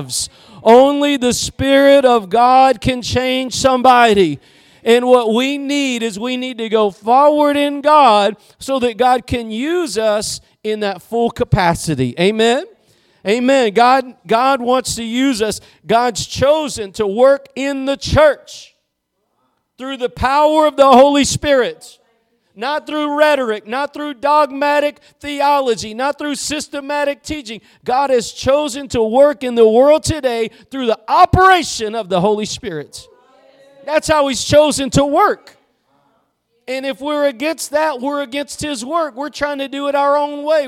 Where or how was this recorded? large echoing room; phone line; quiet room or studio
large echoing room